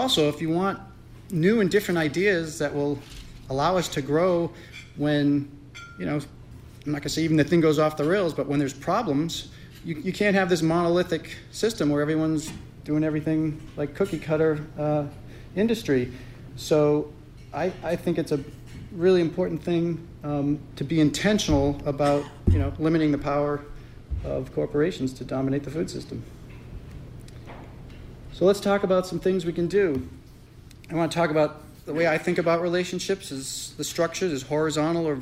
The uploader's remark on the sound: Keynote address from 2016 Farmer-to-Farmer Conference. WERU 89.9 FM Blue Hill, Maine.